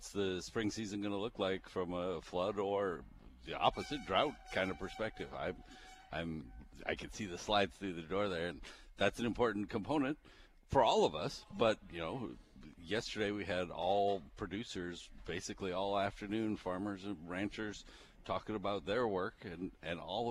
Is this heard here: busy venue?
yes